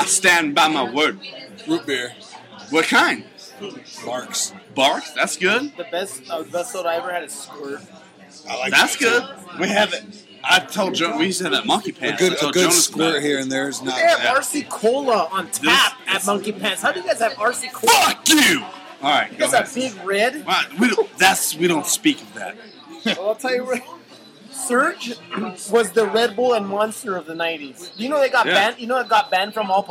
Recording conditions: busy venue